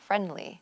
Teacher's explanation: we tend to drop that D sound and pronounce it more like friendly when we're speaking at a normal speed